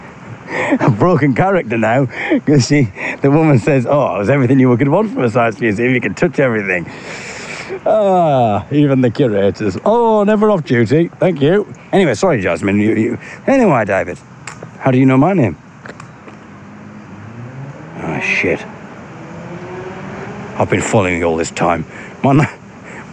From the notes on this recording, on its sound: Here’s a little audio blog from The Regent’s Park in London, in which I get accosted by a saucy duck.